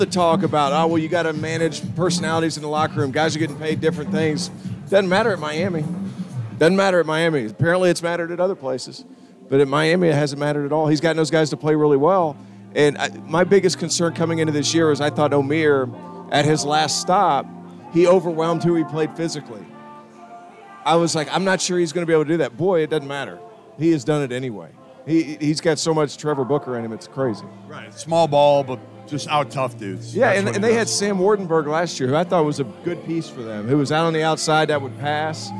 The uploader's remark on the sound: live from Stadium Swim in Las Vegas